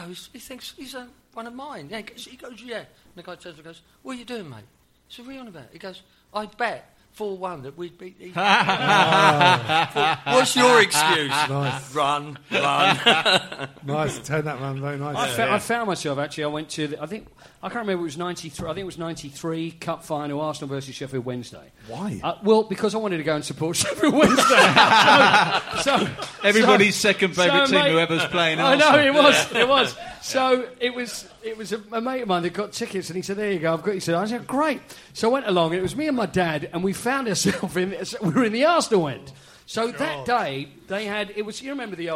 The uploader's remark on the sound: This show was recorded live at the Albany in Great Portland St, W1.